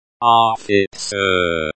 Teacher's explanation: Notice that the stress is on the second syllable.